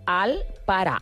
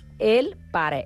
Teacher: El primer de tot, i és el més llampant, diguem, és el vocalisme àton. A Catalunya tenim vocals com la A i la E, que són, que poden ser vocals àtones. Això, a Catalunya, es pronuncien igual com una vocal neutra. · Shown in: first take